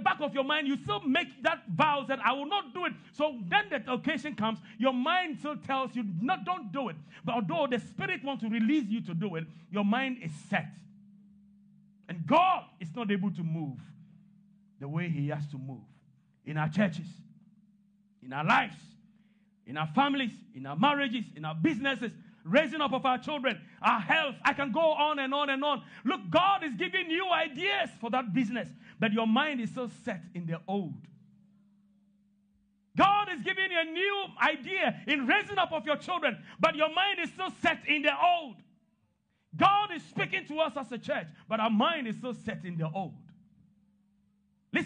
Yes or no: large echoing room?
yes